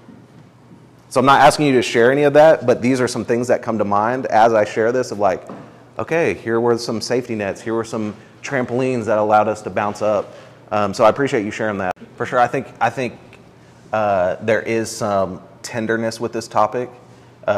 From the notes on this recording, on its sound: This is a recording from March 3, 2022 at the Cultivate Intensive #2. At the Cultivate Intensive #2 on Redemptive Leadership.